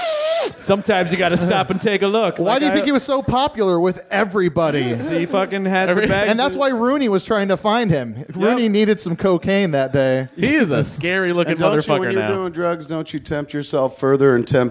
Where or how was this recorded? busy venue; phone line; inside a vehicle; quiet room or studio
busy venue